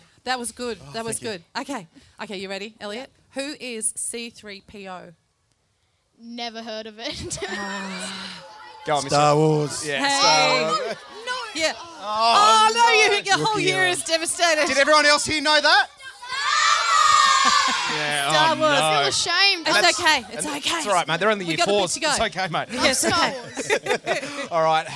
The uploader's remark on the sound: LIVE From Central Coast Grammar School